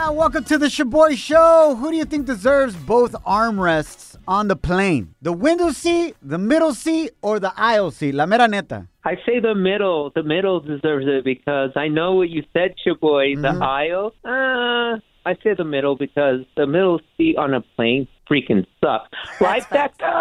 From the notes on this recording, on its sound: We opened up the phone lines to see what the listeners say on who deserves the armrests!